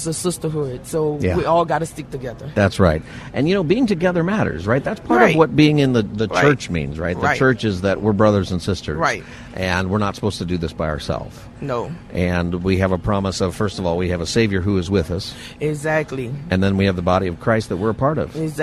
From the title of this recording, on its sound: Live From Union Rescue Mission's Turkey Fry 2023